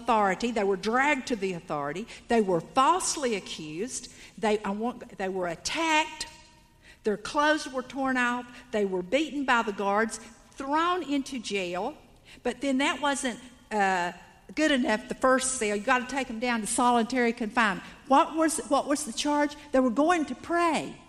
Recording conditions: live audience